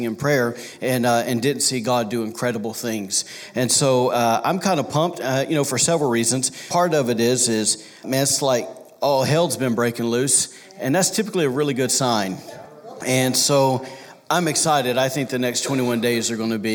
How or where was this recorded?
large echoing room